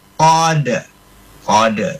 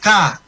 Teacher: qaf itu di pangkal lidah. Enggak boleh ka. Kalau ka itu keluar sedikit. · Shown in: first take